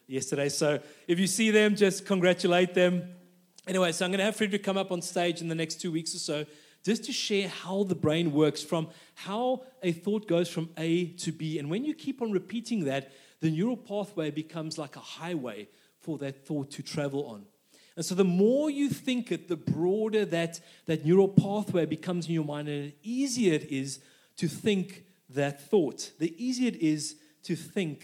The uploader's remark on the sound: This message was recorded live at our Malmö Gathering on Sunday, September 3rd, 2023.